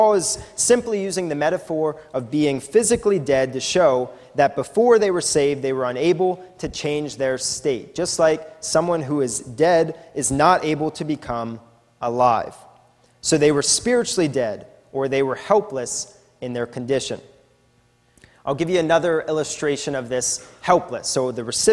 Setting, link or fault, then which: setting, large echoing room